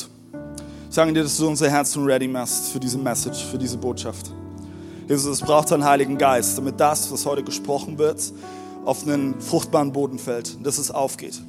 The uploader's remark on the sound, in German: Audiomittschnitt der Predigt. Im Kurländer Palais in Dresden.